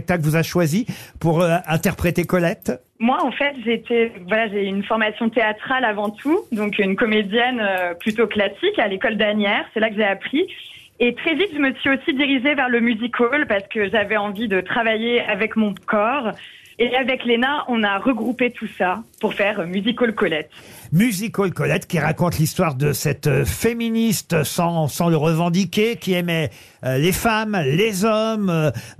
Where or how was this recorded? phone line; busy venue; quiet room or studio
phone line